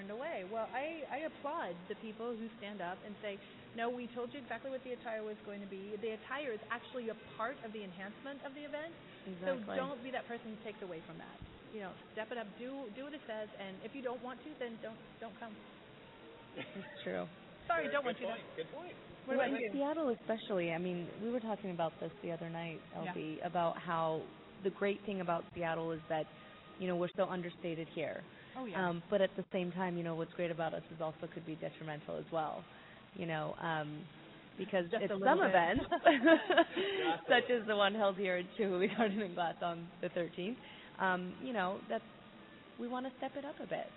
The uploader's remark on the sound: we broadcast live from the amazing Chihuly Garden and Glass, location of Metropolital Fashion Week's Closing Gala 2013!